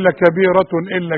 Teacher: لأن فعلا تنوين وبعد همزة مفيش غنة أبدا إظهار